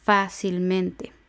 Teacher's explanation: fácilmente también lleva acento en la a de fa. Son cuatro sílabas, la última es te, la penúltima es men, la antepenúltima es sil y la anterior a la antepenúltima es fa, fácilmente.